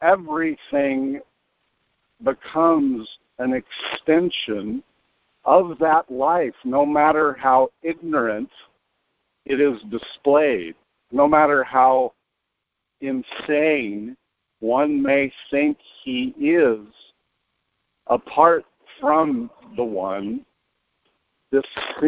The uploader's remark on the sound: ACIM Daily TEXT Conference Call